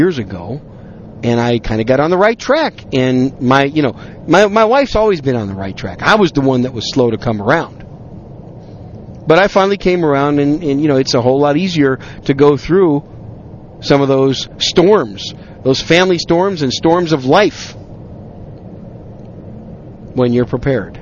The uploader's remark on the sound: on a drive home from a business trip, I decided to record some random thoughts